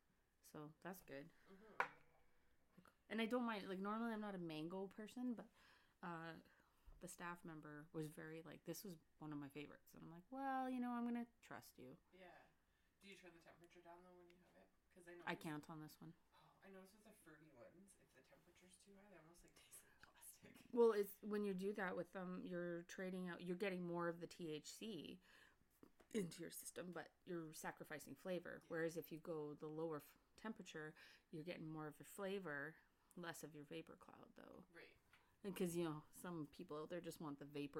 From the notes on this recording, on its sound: The audio was not the greatest on this episode. Moved into the new podcast studio, so its a work in progress.